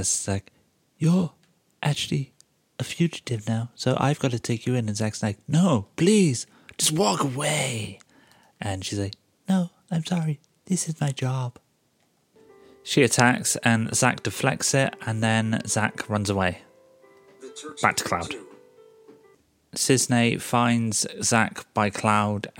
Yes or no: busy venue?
no